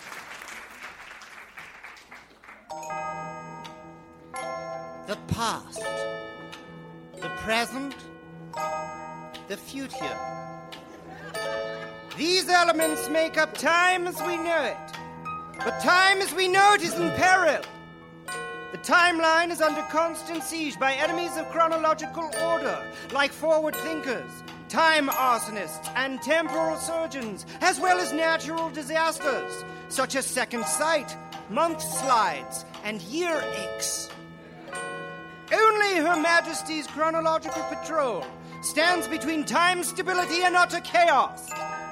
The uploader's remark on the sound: Recorded Live 1/10/2014 at Largo, Los Angeles.